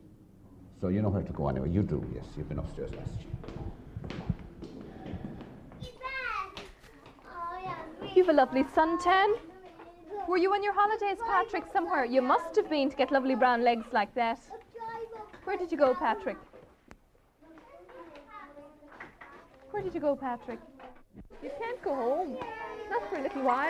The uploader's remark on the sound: wore a microphone on his jumper to capture the sounds (yes, including crying) inside a Junior Infants' classroom.